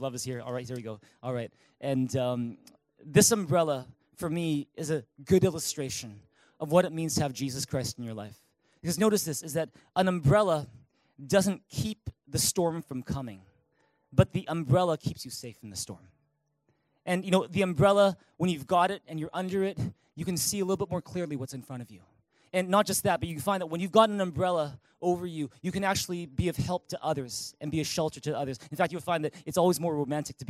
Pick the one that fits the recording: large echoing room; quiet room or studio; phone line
large echoing room